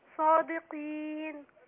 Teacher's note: القاف مكسورة هتاخد ادنى درجات تفخيم